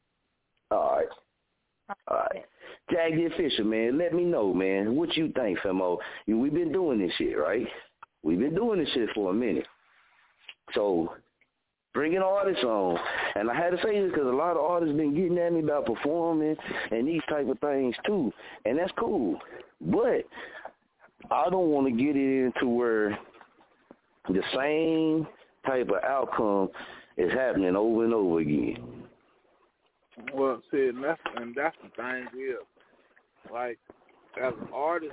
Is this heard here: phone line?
yes